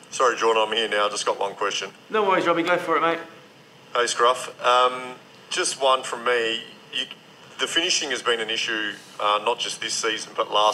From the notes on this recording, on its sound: Pre-Match Press Conference | Melbourne City v Adelaide United.